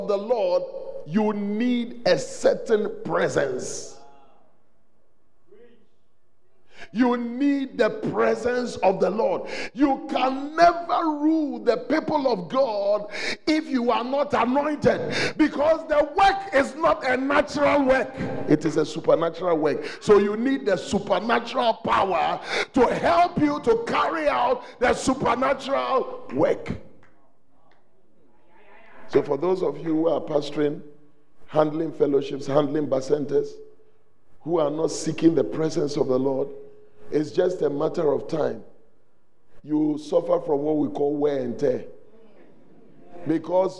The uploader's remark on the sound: on day one at The Celebration Convention, Fountain of Life Cathedral.